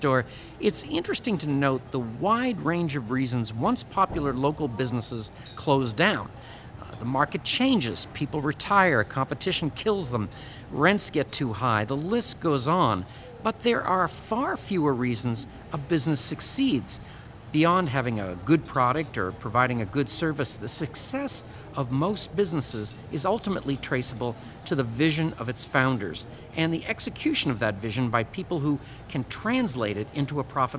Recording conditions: busy venue